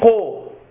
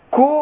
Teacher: الفارق بين القاف والكاف إن القاف تخرج فوق مما يلي الحلق والكاف أسفل منها · القاف حرف مستعلي حرف مفخم والكاف حرف مستفل مرقق